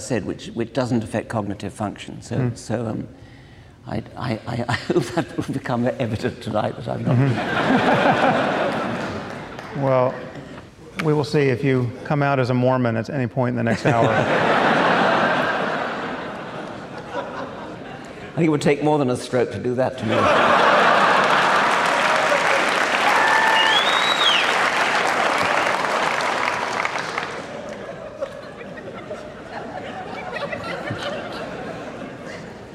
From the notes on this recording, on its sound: at a live event in Los Angeles (second of two).